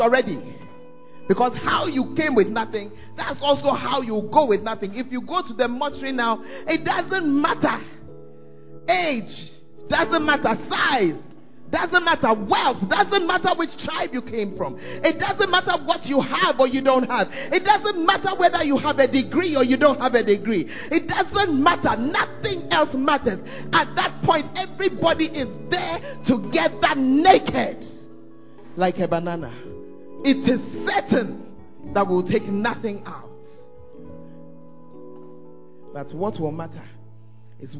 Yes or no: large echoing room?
yes